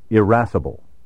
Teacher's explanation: Irascible may also be pronounced with a short initial I, irascible. Of the two pronunciations, irascible is the older and reflects the quality of the vowel in the word's Latin ancestor.